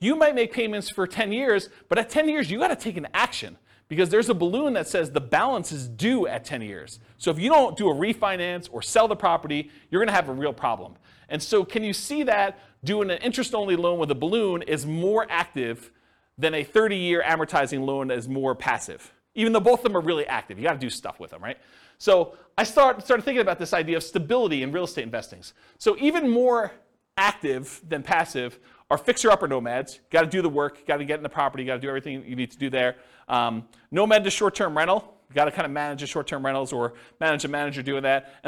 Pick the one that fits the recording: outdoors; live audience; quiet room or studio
live audience